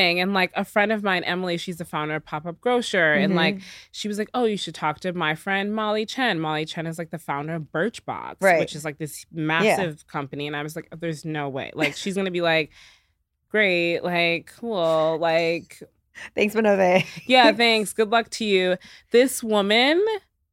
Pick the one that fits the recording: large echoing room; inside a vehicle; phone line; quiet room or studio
quiet room or studio